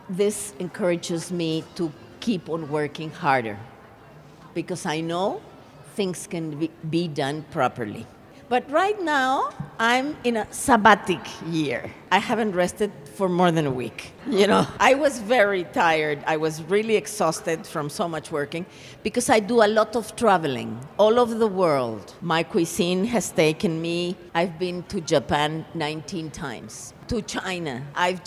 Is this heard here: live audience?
yes